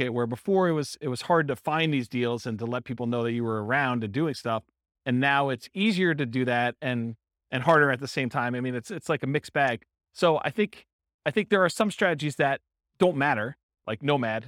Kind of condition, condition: setting, live audience